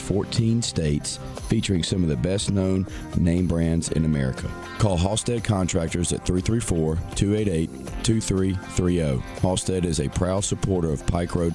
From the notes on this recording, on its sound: once again originating from The Market at John Hall Store.